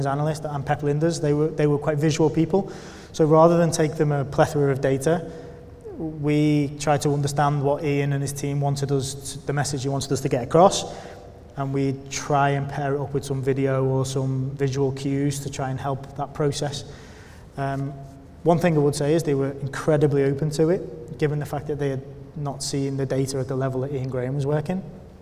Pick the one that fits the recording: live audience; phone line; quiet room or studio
live audience